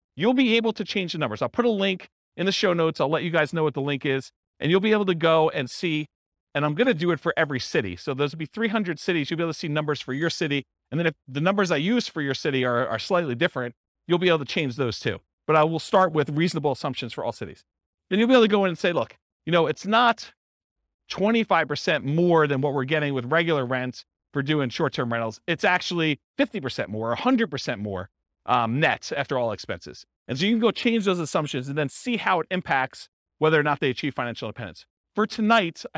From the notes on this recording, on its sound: This was a live class recorded